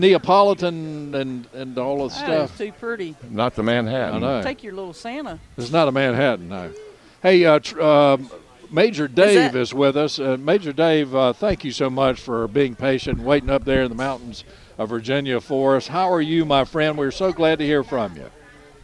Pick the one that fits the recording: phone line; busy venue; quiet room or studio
busy venue